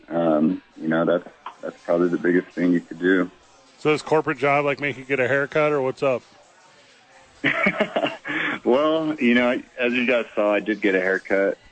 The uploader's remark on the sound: Live at Hollow Spirits.